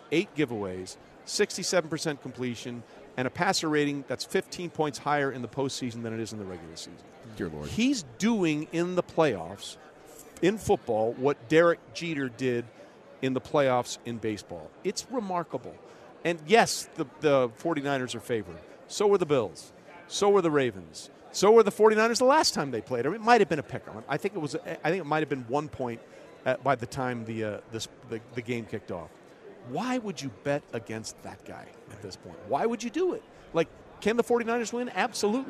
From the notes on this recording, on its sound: Live from Super Bowl Radio Row.